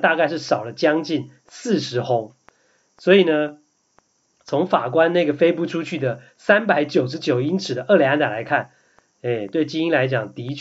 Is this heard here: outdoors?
no